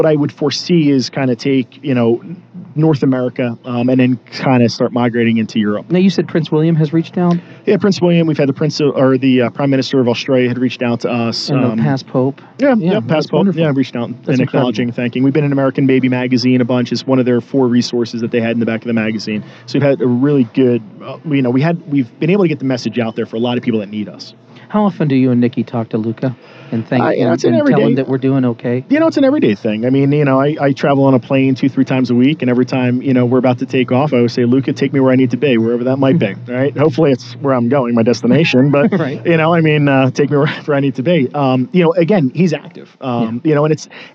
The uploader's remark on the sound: Live From The Denver Press Club. This radio program/podcast includes a 30-minute meet-and-greet session, then a one-hour recording of the show.